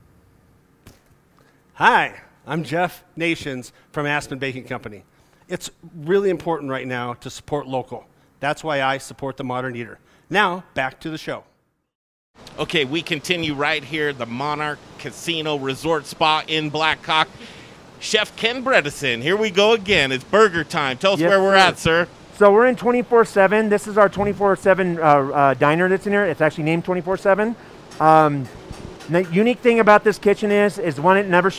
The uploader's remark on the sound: Live from Monarch Casino Resort Spa!